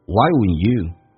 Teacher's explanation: D 跟 N 组合在一起，经常老外喜欢把 D 去掉，形成一个鼻音叫 un